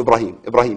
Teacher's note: اللي بيحصل إن فيه هزة، الهزة دي بتدي شبهة فتح · Term: القلقله